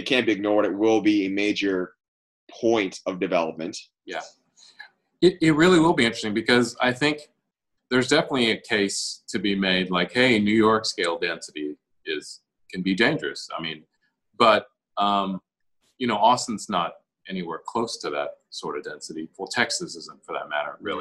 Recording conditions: video call